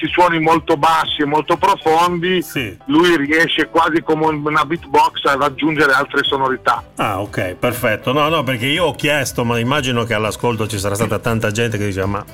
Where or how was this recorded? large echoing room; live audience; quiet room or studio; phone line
phone line